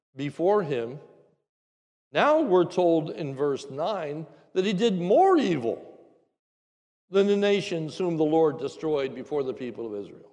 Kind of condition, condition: setting, large echoing room